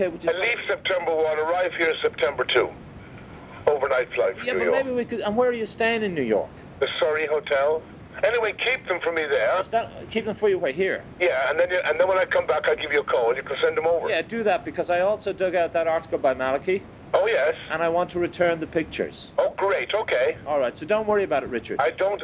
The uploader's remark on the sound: during a 2001 phone call